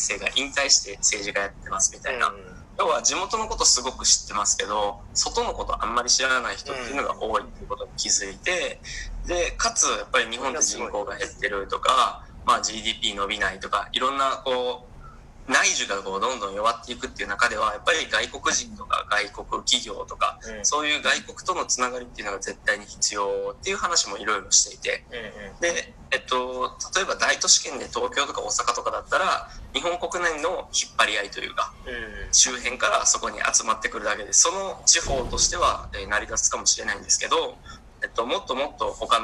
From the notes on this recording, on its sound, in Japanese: この番組初のZOOM収録です！(ジャカルタ↔千葉)。